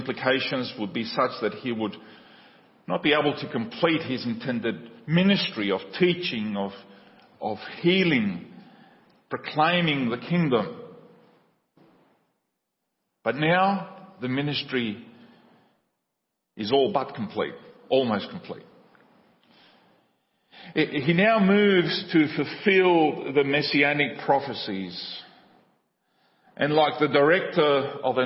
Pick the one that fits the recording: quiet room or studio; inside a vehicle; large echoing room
large echoing room